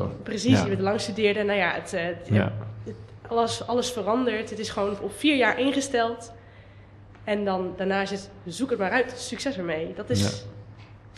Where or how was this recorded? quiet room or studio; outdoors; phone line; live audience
live audience